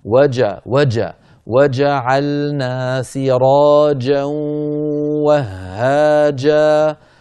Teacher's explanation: انتبه إلى هذه الجيمات أن تأتي بها كلها صوتها محبوس